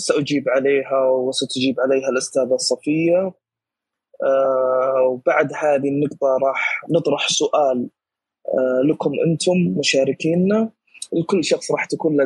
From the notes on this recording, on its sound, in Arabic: تسجيل لمساحة ابن رشد الأسبوعية على منصة تويتر